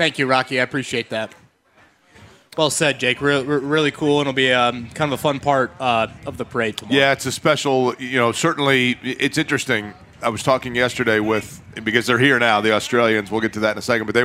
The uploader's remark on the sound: We’re LIVE AT CARB DAY!